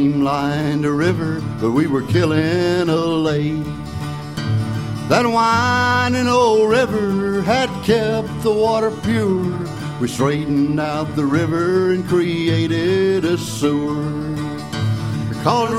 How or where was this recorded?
busy venue